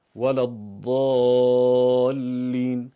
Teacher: تعریفشون از حرف ضاد این هست: دالون مفخامتون اسنانیه، یعنی دالی که درشت و پرحجم با این دندونهای جلو گفته میشه